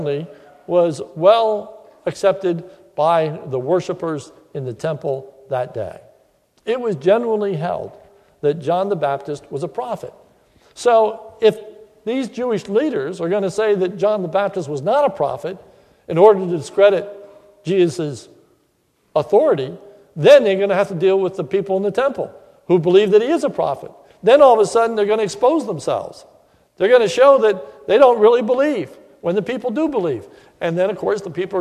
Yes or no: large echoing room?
yes